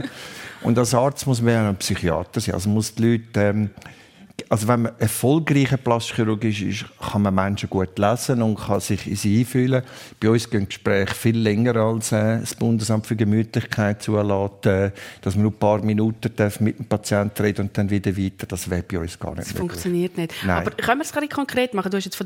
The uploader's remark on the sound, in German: Live aus dem Seedamm Plaza in Pfäffikon.